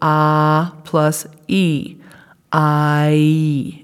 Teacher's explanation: I is actually ah plus e, I, and the transition sounds between them. · Term: diphthongs